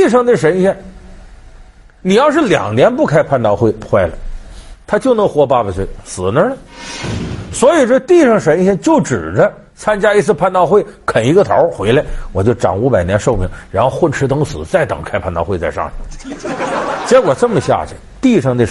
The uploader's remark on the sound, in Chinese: 還有聽故事的觀眾。